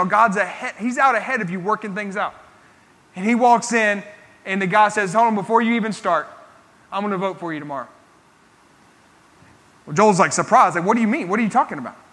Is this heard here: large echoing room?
yes